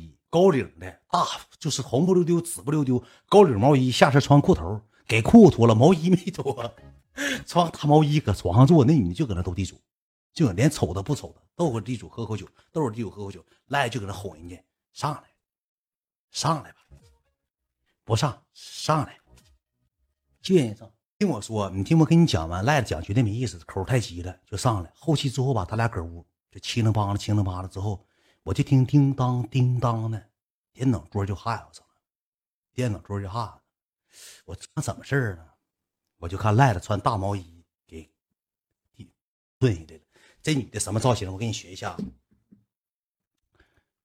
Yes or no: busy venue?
no